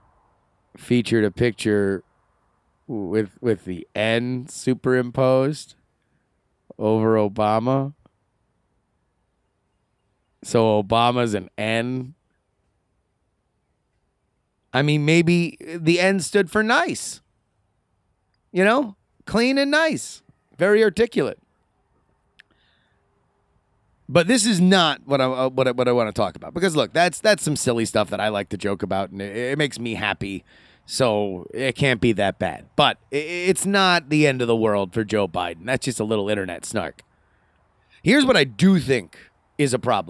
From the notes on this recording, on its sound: Recorded live in the Texas wilderness!